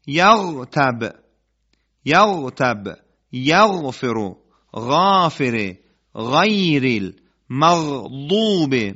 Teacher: این حالت غرغره در حرف غین فراموشتون نشه